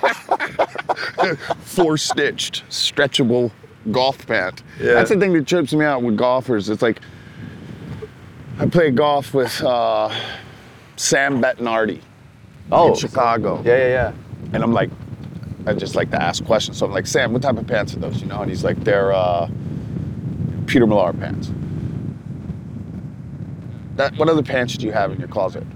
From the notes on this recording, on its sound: Coming to you live from The 100 Hole Hike brought to you by TaylorMade at The Hay in Pebble Beach. Produced by DBPodcasts.